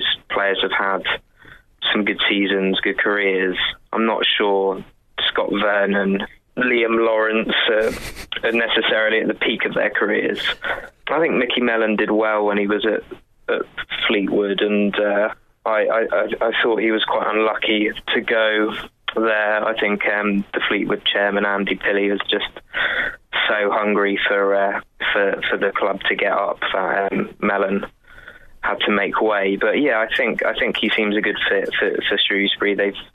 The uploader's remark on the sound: Joins us on the phone.